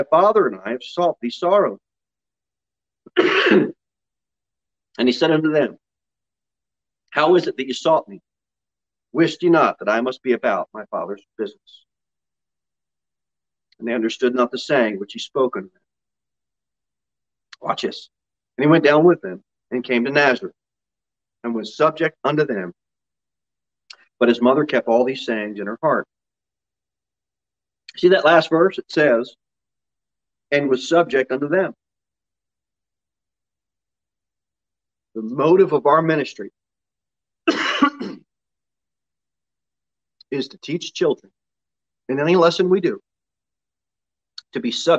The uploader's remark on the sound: Sermon delivered at Pilgrim Baptist Church on Sunday, July 18, 2021, at 6:15 pm. Jere Whitson Rd.